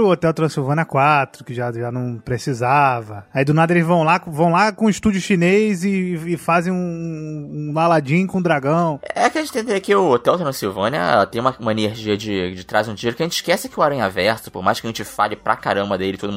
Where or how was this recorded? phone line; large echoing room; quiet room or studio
quiet room or studio